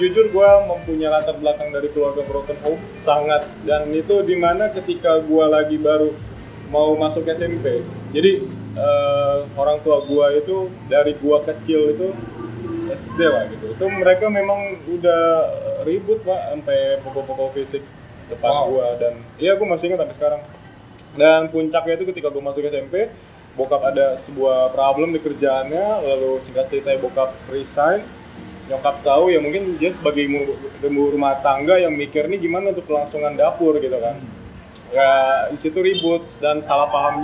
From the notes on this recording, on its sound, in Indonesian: Noise yang agak menggangu mohon maaf ya.